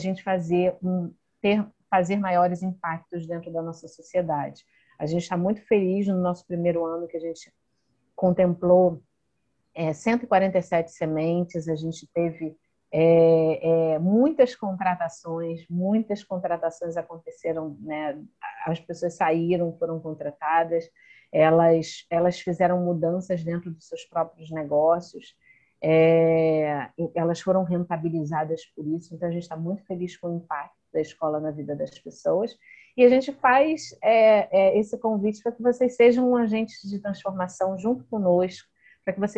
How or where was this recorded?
video call